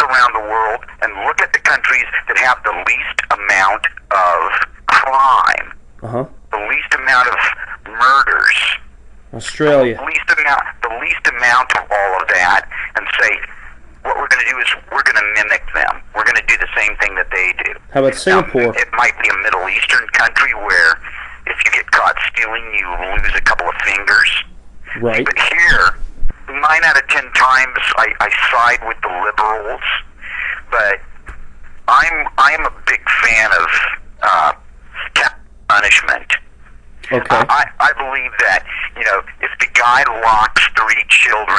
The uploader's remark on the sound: phone interview